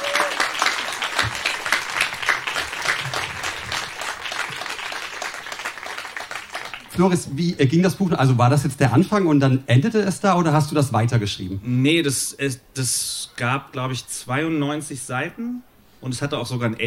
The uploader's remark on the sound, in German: Ausschnitte aus der Veranstaltung vom 05.08.2020 im Kulturhaus Insel der Jugend, Berlin. Heißen Dank an das Kulturhaus Insel, unser tolles Publikum.